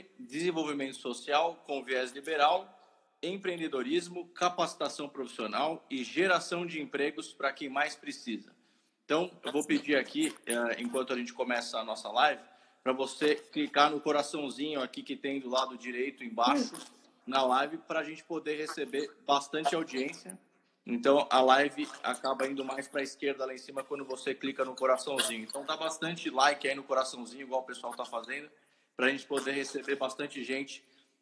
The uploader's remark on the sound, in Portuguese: Live no Instagram